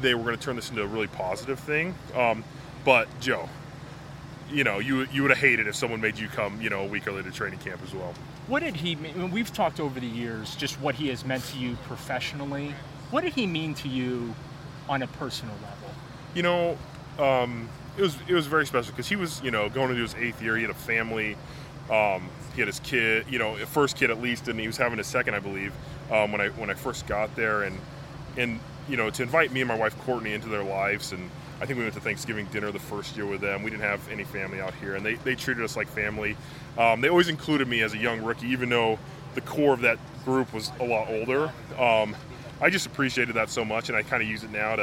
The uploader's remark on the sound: The Gang is LIVE from Greenbrier